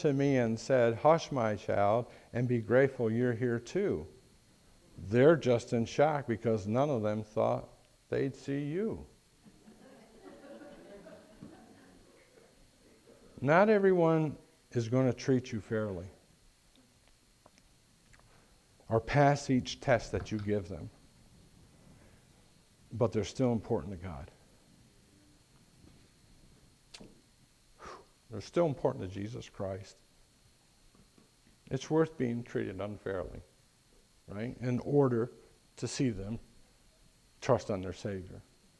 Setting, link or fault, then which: setting, large echoing room